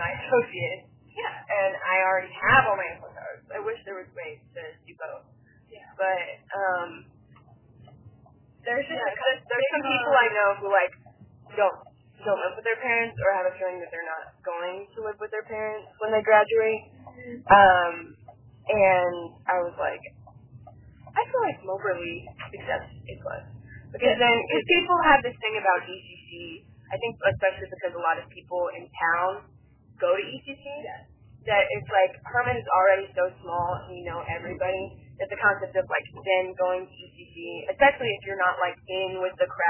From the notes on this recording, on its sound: In the car. Car Rides and Conversations.